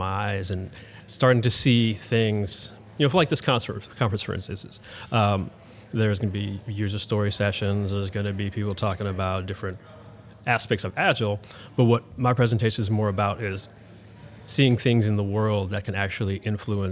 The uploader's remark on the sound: Live From Agile Midwest